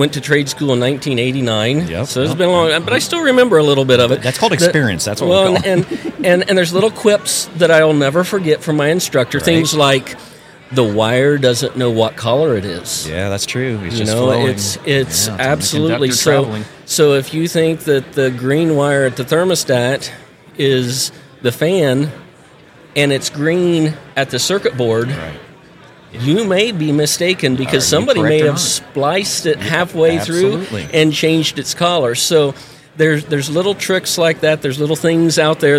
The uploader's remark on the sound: at the 2023 National HVACR Education Conference